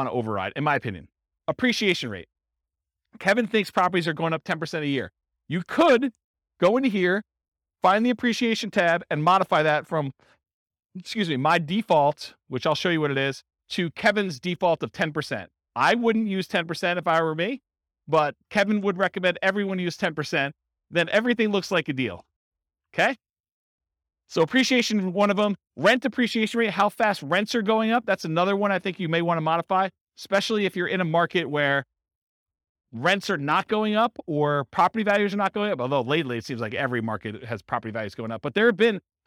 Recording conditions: live audience